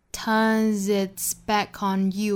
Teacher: turn 这个词尾部的 s 发浊辅音的 z 所以是 turns · Term: 小连读